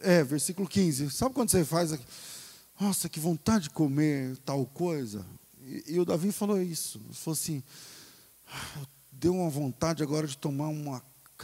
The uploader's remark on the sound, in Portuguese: Culto ao vivo